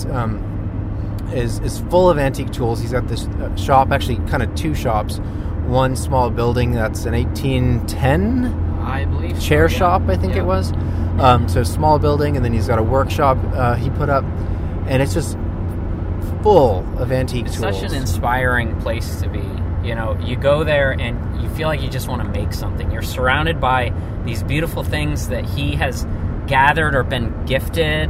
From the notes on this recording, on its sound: This episode of our podcast was recorded on the road yesterday as we headed back home from Portland, Maine. Oh, and we got cut off by a Jeep during the recording.